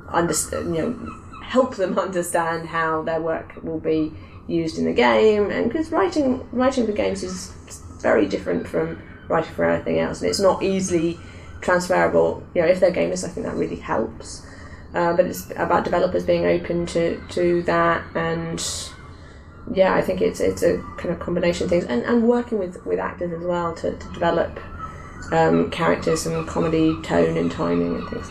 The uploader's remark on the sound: This episode was recorded during Develop:Brighton 2016 - hence the seagulls.